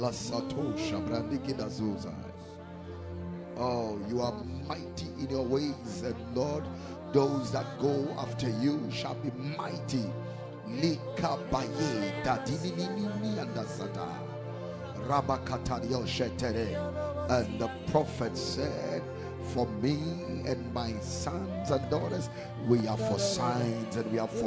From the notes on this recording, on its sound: Preached at the Ekklesia Chapel.